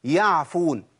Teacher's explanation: اذا جاي بعديها حرف من حروف الهمس، خد بالك عشان ما تصبغهاش بصبغه الهمس وتبقى حاء